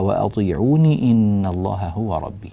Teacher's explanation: هذه النون مكسورة، وأطيعوني إذا وصلناها نكسرها، فنقول فاتقوا الله وأطيعوني إن الله هو ربي، ولا نقول فاتقوا الله وأطيعون مثلا.